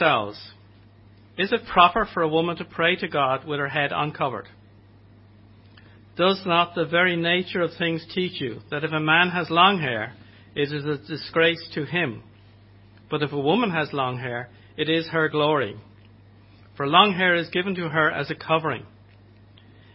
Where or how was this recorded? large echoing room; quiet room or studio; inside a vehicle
large echoing room